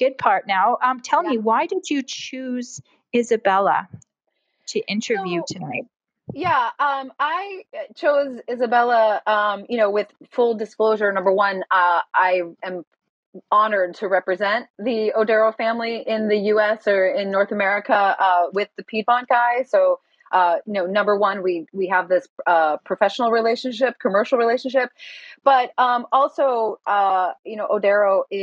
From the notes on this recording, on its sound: These sessions are recorded from Clubhouse and replayed here on the Italian Wine Podcast! These recorded sessions are then released on the podcast to immortalize them!